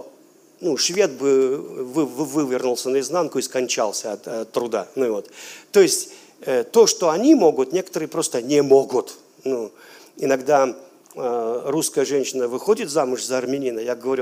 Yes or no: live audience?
yes